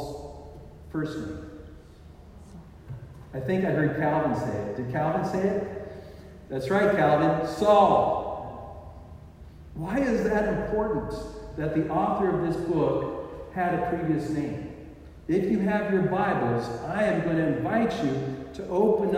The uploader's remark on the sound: The sound quality is lacking. It is like “listening in a tunnel.”